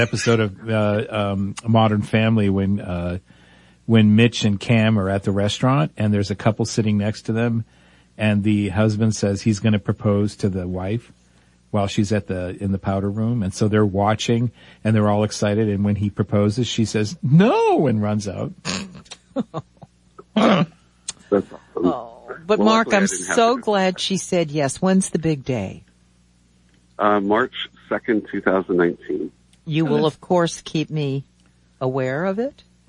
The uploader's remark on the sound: Open phones